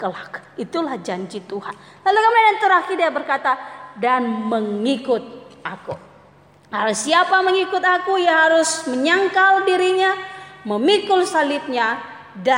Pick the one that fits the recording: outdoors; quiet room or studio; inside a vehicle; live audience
live audience